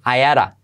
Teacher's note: I had, saltamos la H, I had a, y la D como R suave.